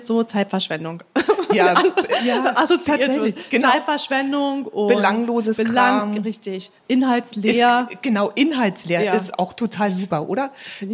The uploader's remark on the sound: All das tun wir live vor Publikum, denn diese Folge haben wir zusammen mit dem podfestBerlin im Selina Hotel in Berlin Mitte aufgenommen.